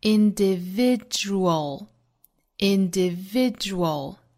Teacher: 最后的 dual 是两个全元音。Drew 和 all.